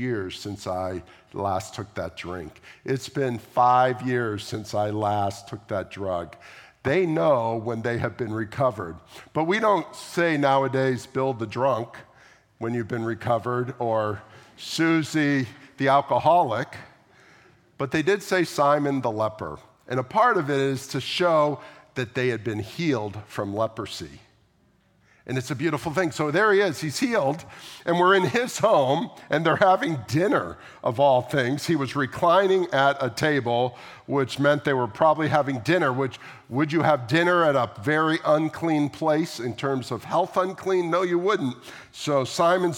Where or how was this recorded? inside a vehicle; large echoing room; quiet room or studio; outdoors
large echoing room